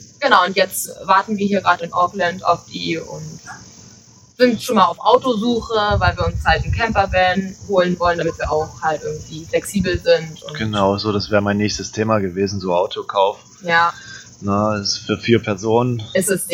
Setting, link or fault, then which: fault, poor sound quality